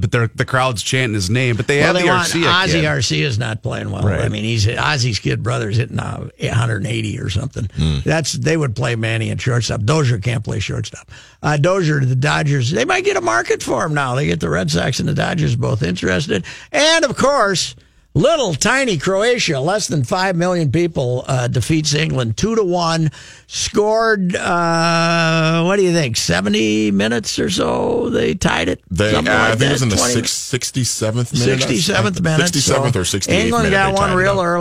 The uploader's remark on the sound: The guys call in to the Croatian Hall in South St.